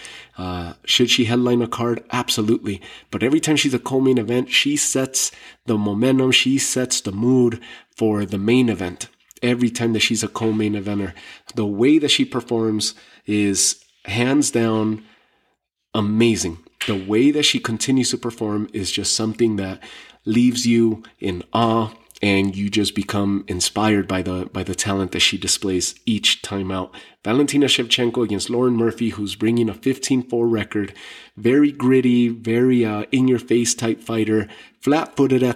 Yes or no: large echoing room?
no